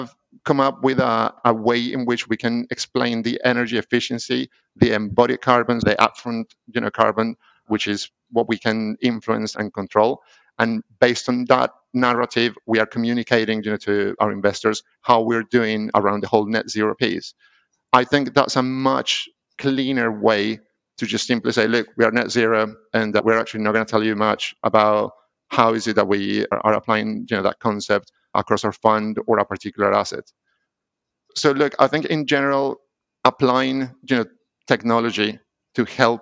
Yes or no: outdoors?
no